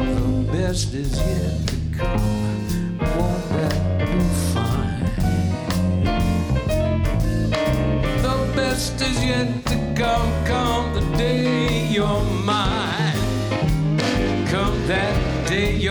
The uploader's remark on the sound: Live at the South Point Casino